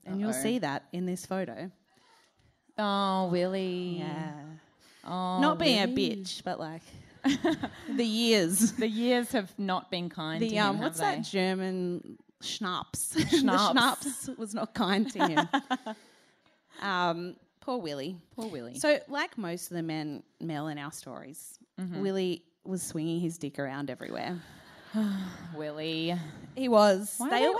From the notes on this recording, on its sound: This is Part 1 of our sold out Melbourne live show held at Chapel Off Chapel.